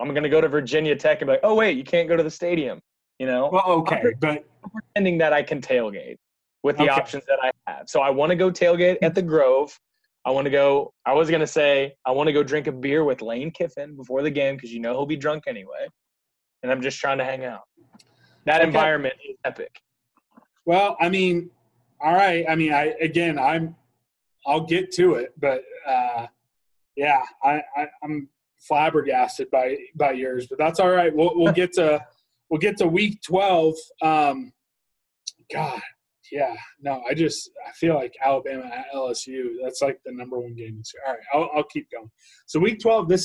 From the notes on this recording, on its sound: zoom together